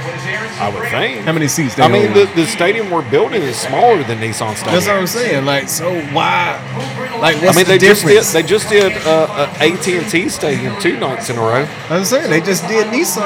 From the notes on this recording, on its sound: Live at No Quarter. Glad that NES fixed the power for all of East Nashville before we recorded.